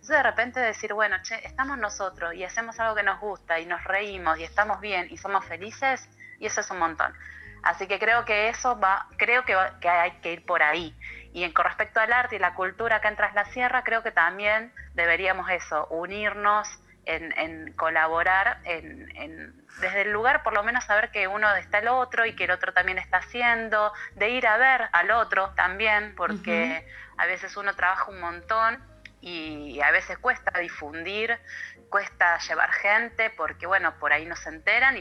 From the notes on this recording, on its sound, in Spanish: Charla Telefonica